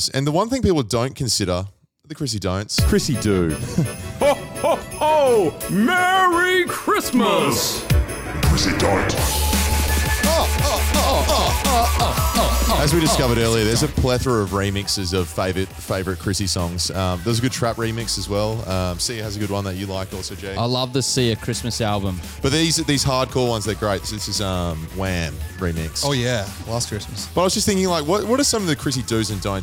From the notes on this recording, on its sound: Live on the 27th of December at Shotkickers